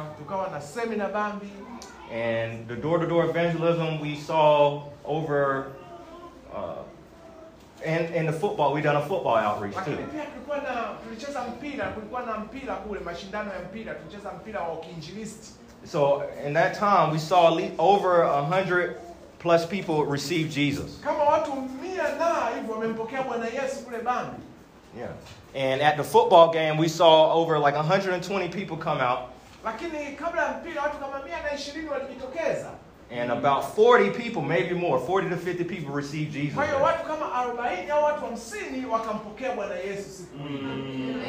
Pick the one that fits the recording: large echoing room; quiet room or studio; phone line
large echoing room